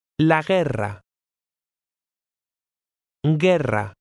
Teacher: Double R's are rolled or trilled more than usual.